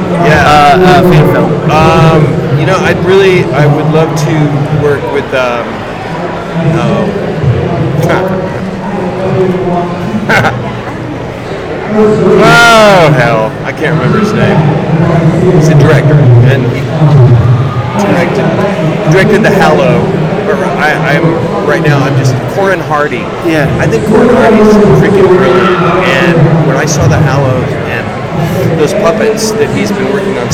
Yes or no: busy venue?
yes